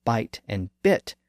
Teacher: When I pronounced bite and bit, the length of the vowels seemed pretty much the same. And when I tried to say I really fast and quickly, it came out more like ah than ih.